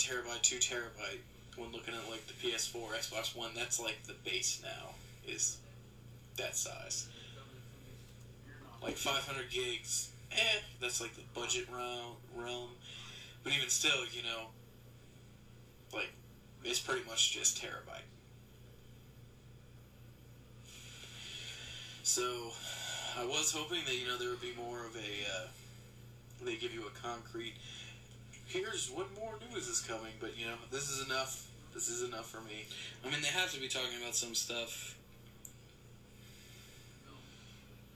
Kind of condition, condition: fault, poor sound quality